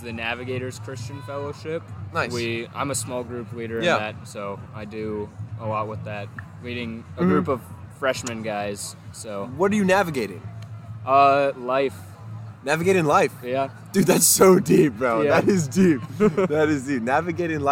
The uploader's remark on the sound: Live From The Tailgate Lots!